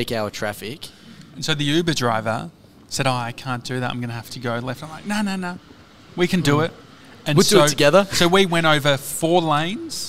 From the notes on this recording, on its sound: Today we're live from our favourite cafe, Au79!